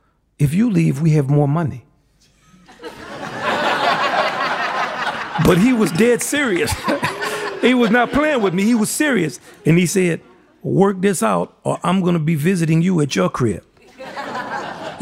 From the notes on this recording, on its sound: In front of a live audience at JALC's Rose Hall.